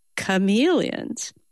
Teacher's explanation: You notice how on chameleons, our voice kind of went up.